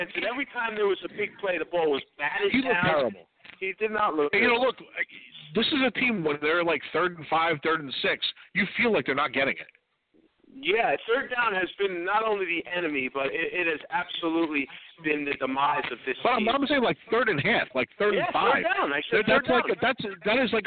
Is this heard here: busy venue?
yes